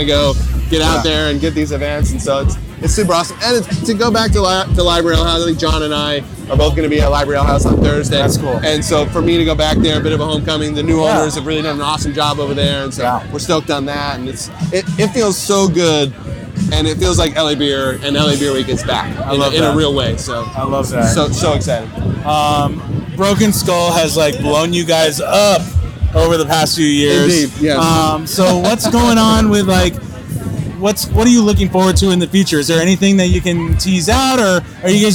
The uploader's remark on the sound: this LIVE episode of HopTalk, recorded at the buzzing LA Beer Week kickoff festival